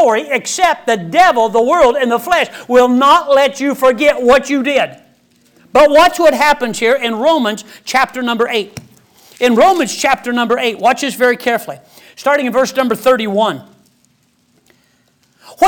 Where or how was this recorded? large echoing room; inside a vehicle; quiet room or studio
large echoing room